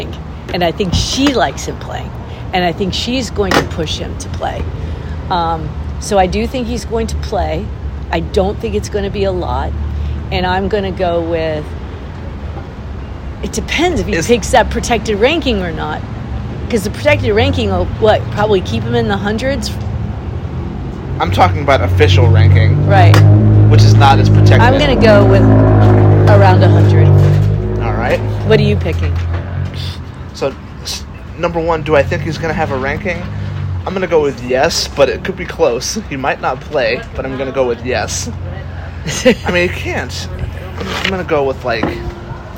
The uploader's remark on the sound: live from Dos Coffee and Wine